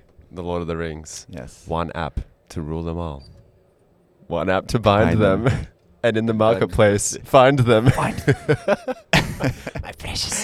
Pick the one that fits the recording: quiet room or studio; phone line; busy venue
busy venue